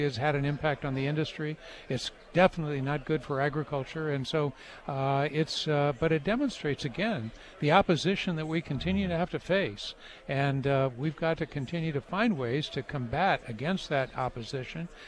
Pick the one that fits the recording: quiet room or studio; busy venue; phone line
busy venue